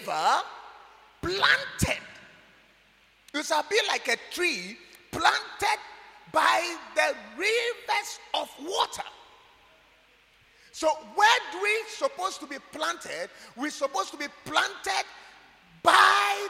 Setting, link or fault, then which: setting, large echoing room